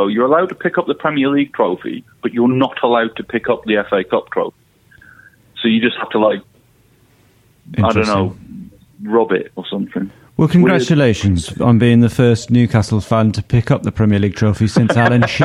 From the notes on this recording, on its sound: on the phone